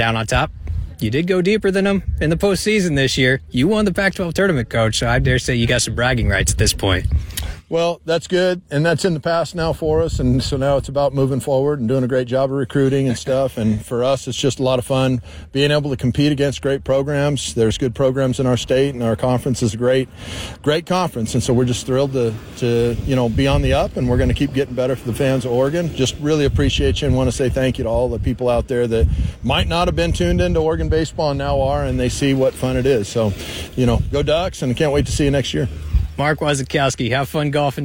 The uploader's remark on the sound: broadcast live from The Reserve Vineyards & Golf Club, site of the 9th annual BFT Foundation Celebrity Golf Tournament